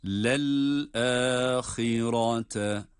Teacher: Burada lel a derken lam harfini, yani ikinci lam lel derken cezimli olan lam harfinin sesini bitirince hemen hemzeye, yani elife geçiyor. Lel a diye lel a şeklinde okuyoruz ki sekte de olmuyor. · Ha kalın harf. Kendisine sonra gelen ra da yine kalın okunan durumda.